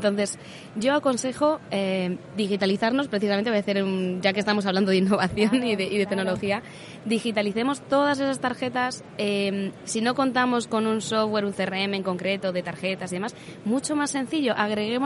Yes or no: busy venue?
yes